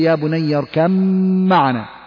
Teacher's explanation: الباء هنا تدغم في الميم من كلمة معنا · Term: الإدغام